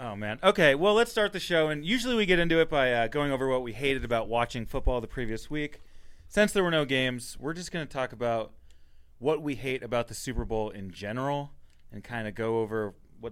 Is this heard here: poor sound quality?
no